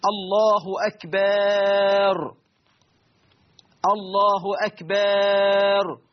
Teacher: إدخال ألف بعد الباء وقبل الراء